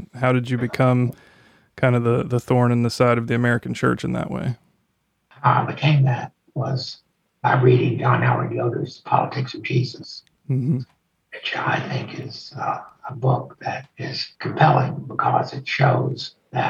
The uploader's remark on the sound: The audio for this episode is not to our regular standard.